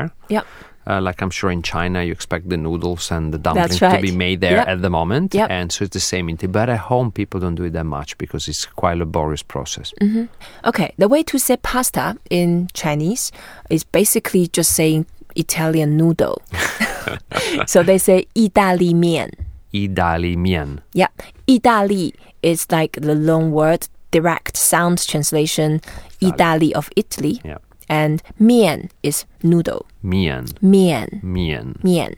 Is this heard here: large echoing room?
no